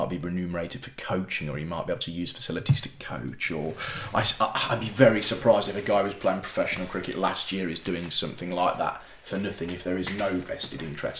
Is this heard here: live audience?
no